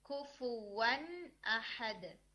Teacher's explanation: नून को वाजे करके बोलते हैं ज्यादा देर गुन्ना किए बगैर · Term: इजहार